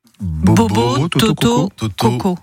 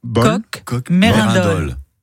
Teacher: Donc, bobo, c'est fermé, et merindol, c'est ouvert. Vrai, voilà, c'est ce qu'on appelle un O ouvert.